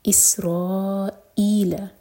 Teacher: سین پر سیٹی والی آواز را مد متصل اور پھر حمزہ پر کٹ آف ساؤنڈ